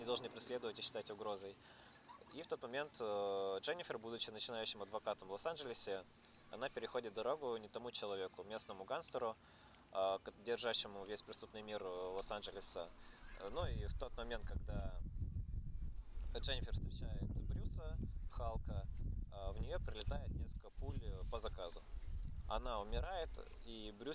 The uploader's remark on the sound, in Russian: Дисклеймер: в выпуске местами страдает звук из-за ветра!